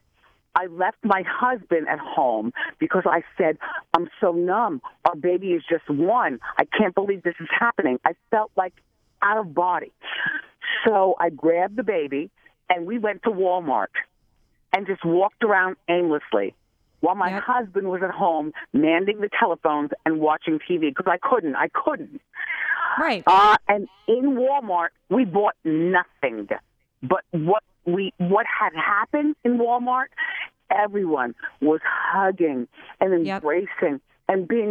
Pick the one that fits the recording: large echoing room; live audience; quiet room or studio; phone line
phone line